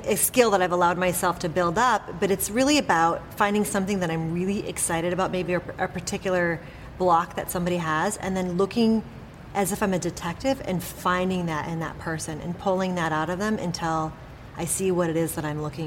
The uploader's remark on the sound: a special episode from Off the Charts Live